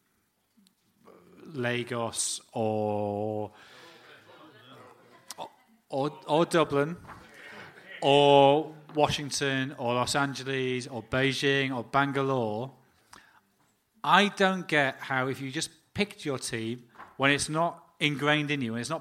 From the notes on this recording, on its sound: Live In Dublin. The entire audio recording from our event in Dublin on Monday 3rd December.